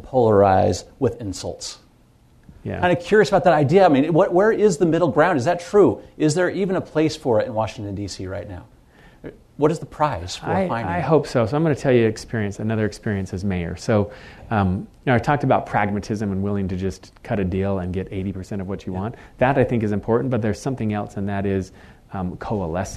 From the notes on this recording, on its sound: In front of an audience at KSL Broadcast House.